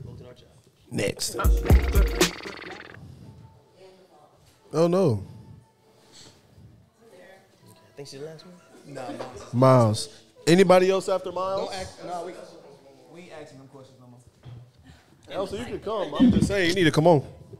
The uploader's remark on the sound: Especially when it came to the live studio audience chiming in.